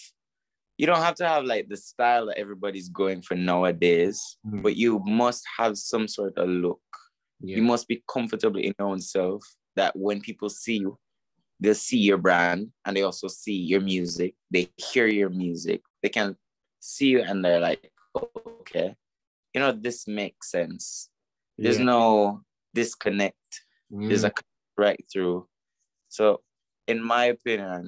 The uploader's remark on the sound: on Zoom to discuss his new single and more